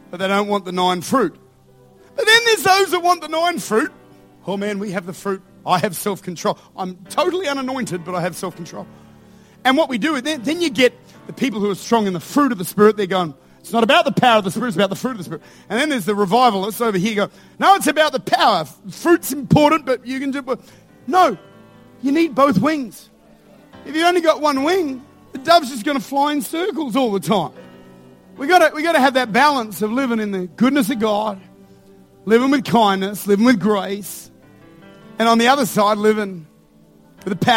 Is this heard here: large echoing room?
yes